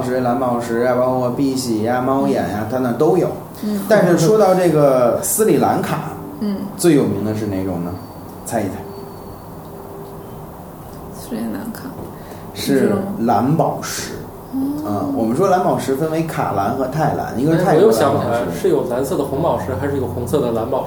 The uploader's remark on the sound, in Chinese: 本期节目为在张大妈办公区用录音笔录制，可能有街道上的杂音，请见谅。